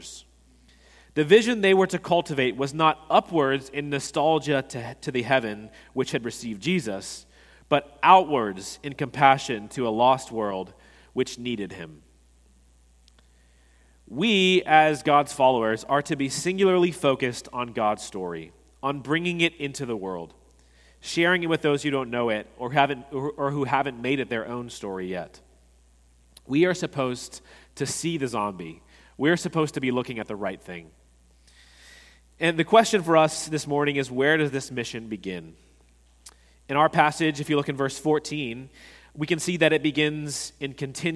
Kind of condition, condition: setting, large echoing room